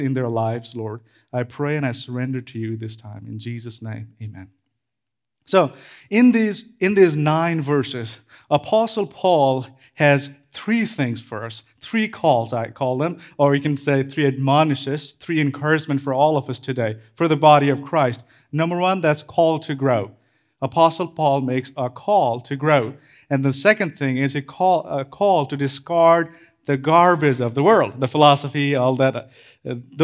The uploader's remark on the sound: This Sermon was preached at CrossPoint Church, MS, Starkville.